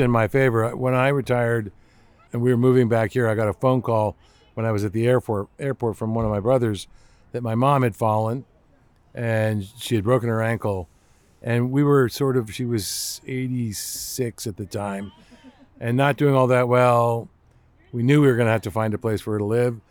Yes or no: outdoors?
yes